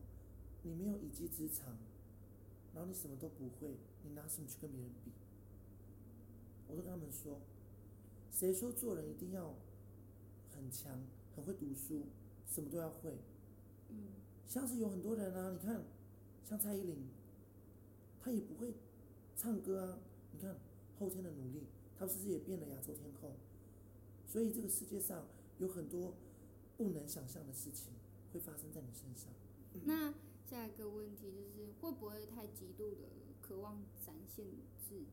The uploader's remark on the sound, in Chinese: 音量上面會時而大聲時而小聲。整集也因為在開放空間錄製 聲音很小。